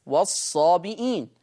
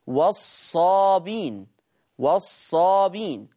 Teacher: يقرأ حفص بالهمز والصابئين. أما ورش يقرأ بحذف الهمز فتصير والصابين والصابين.